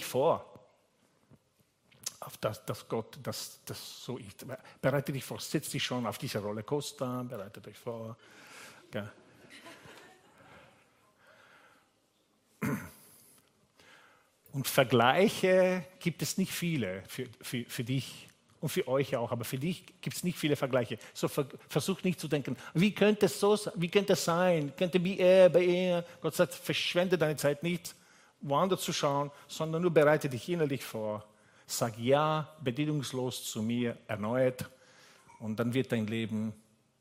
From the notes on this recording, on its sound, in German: Gottesdienst live aus der LIFE Church Wien